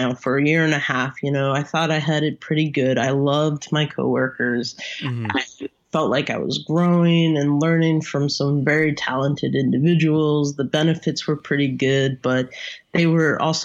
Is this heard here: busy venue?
no